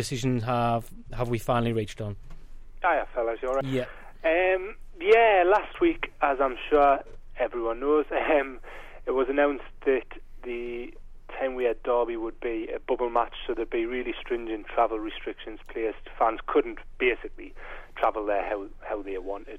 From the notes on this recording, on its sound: Joins us on the phone, too. In the studio.